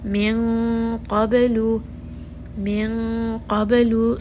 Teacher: Qaf is going to be a heavy sound as well. So when I hide the noon sound within the qaf, it is going to be a heavy qaf sound on the makhraj of the qaf · Term: ikhfa